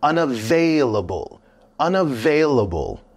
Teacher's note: with that long word, unavailable, the stress is actually at V-A-I